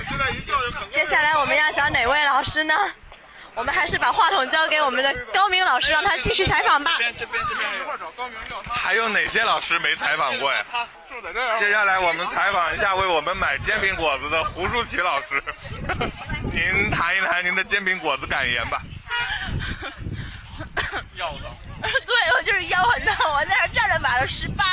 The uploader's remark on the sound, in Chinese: 京津沪粤湘推友腐败团现场报道。热情好客的天津推友更是排着长队买了18份煎饼果子等着一群疯子驱车赶来。让我们听一听来自现场的声音。